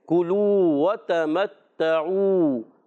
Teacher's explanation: واؤ مدہ کو ایک الف کھینچنا ہے